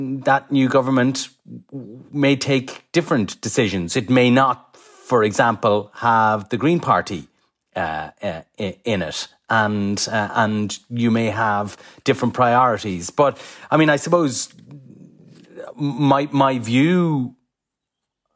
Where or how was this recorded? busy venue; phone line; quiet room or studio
quiet room or studio